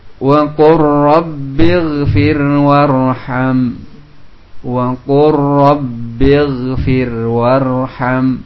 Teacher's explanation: lam sukun menghadapi ra, dan ra termasuk huruf idgham sehingga lebur masuk hilang lam ke dalam ra yang terucap huruf ra wa qur langsung ra.